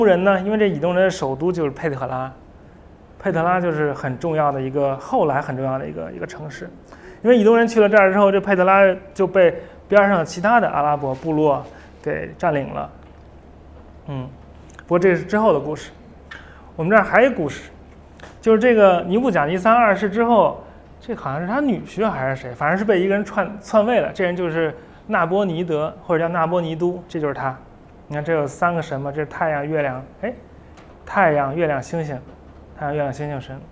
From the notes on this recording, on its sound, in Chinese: 在北京爱普生体验中心做的一场讲座的录音。这次讲座是由中青旅耀悦旅行品牌悦物派主办的。